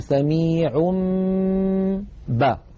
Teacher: كذلك إن أتى تنوين مثلا والله سميع بصير، والله سميع آخرها تنوين سميع، نقلب هذا التنوين الذي هو في الحقيقة نون ساكنة نقلبه إلى ميم ثم نمط غنته نقول سميع با، فنطبق الشفتين على الميم وعلى الباء التي بعدها إطباقا واحدا